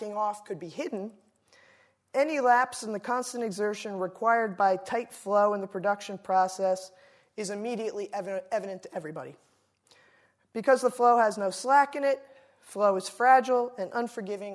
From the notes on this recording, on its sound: Delivers the Gifford Lecture entitled "Chained to the Past". Recorded 3 May 2016 at the University of Edinburgh's George Square Lecture Theatre.